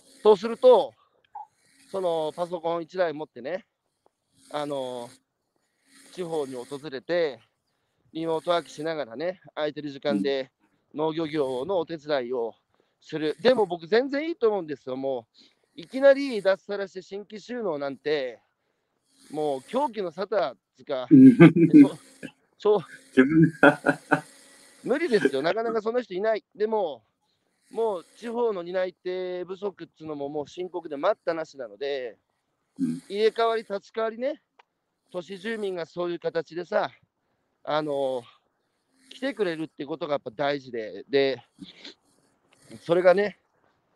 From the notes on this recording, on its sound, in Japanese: 歩くラジオ。歩きながら1時間、対談する。